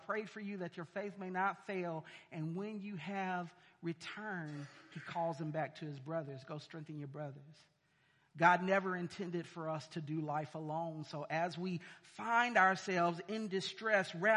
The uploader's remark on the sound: sermons preached at City Light Church in Vicksburg, MS